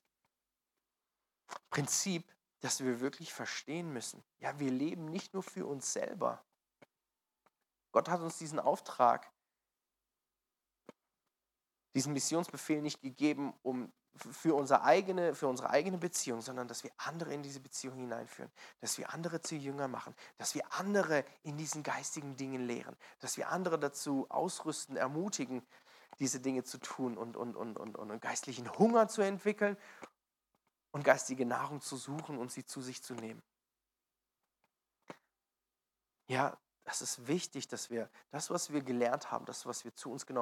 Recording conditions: large echoing room